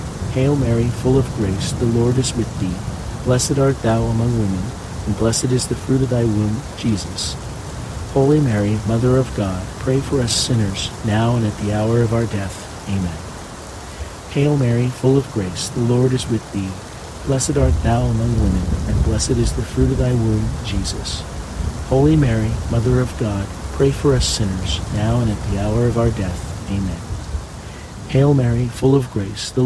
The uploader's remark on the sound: HEAVY RAIN. The natural ambient sounds of heavy pouring rain with crackling thunder and lightning.